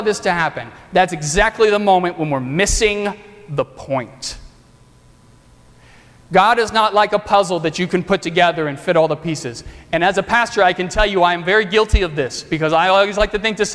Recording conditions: large echoing room